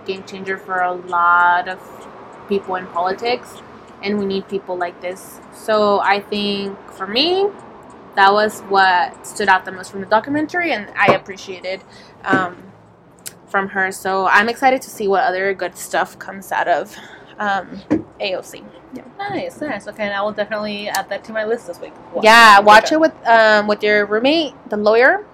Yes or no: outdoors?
yes